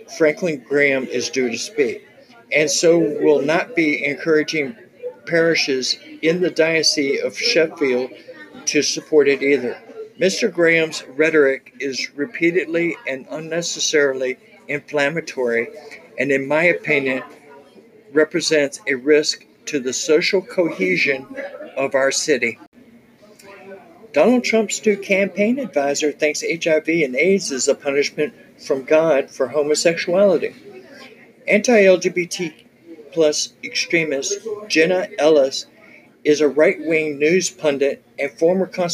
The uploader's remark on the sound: Please excuse the background noise as I was in a restaurant recording.